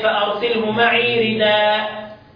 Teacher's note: نقل حركه الهمزه الى الساكن قبلها · Term: النقل